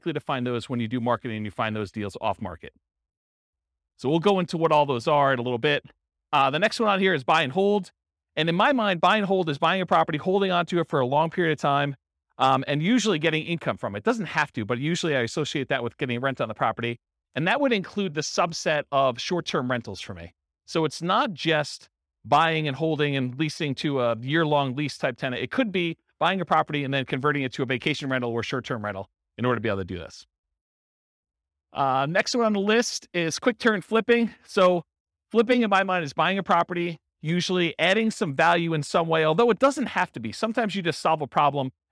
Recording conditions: live audience